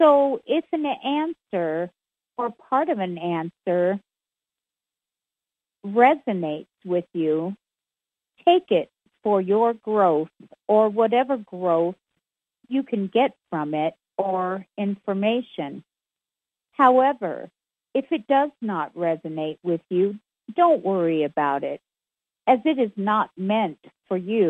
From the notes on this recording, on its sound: Conference Call LIVE